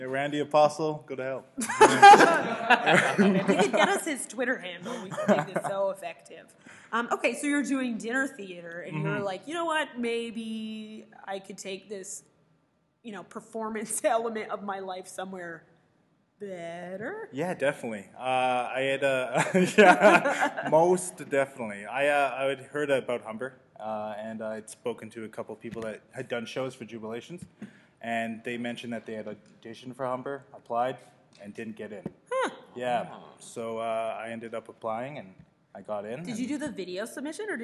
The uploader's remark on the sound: This edition of TCS was recorded LIVE at the Toronto Sketch Comedy Festival.